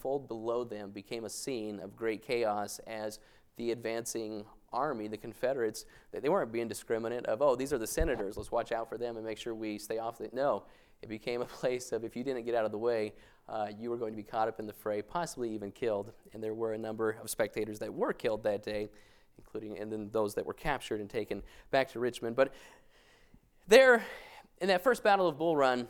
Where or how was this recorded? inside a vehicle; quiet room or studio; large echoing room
large echoing room